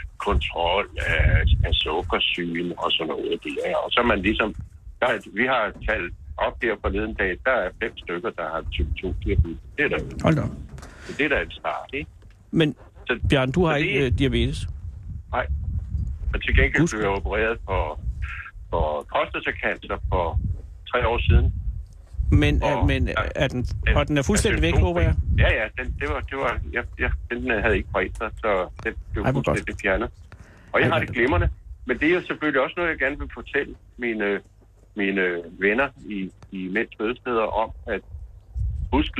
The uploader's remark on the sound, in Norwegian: Live fra bisonfarmen